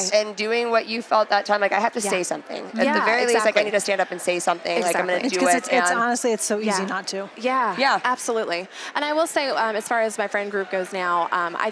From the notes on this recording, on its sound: live from YWLS